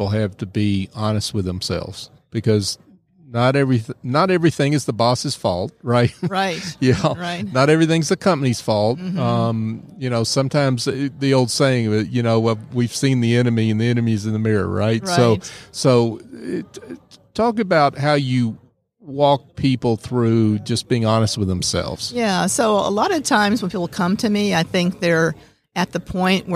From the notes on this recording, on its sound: LIVE at the Business RadioX® remote at SOAHR 2023